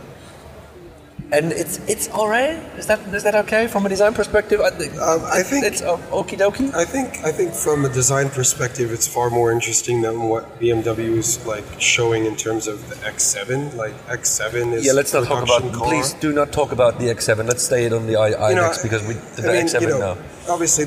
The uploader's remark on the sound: Live from the Volvo Stand on the LA Auto Show